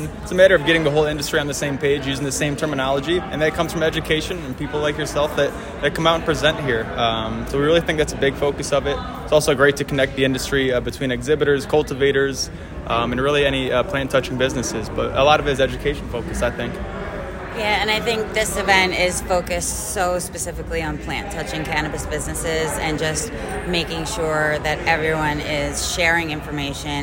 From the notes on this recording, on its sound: on the expo floor to hear the answers of consultants, equipment manufacturers, and event organizers